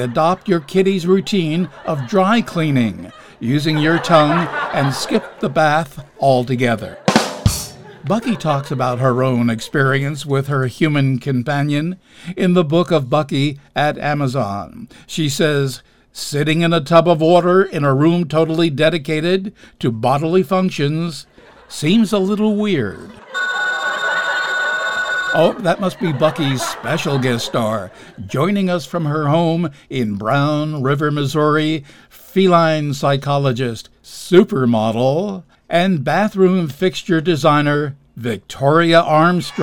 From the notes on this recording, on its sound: Live from the Stranded Theater in New York City.